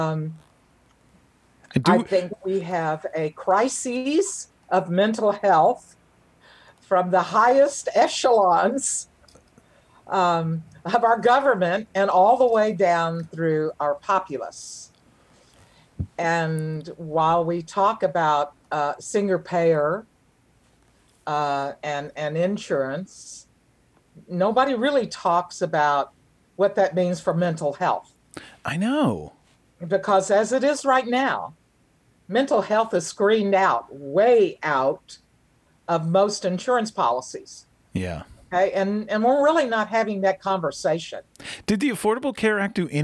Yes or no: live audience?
no